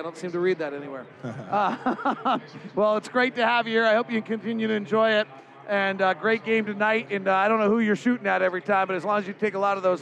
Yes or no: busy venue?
yes